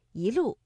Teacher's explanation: 第一句的“一路霜林”，我们的“一”读二声